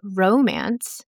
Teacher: when we're talking about the noun romance, we stress the ro.And then when we're talking about the verb to romance someone or to be romanced, you would stress the second syllable, mance.